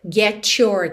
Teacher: Esse get your pode soar mais T, get your, ou get your também, às vezes soa meio tch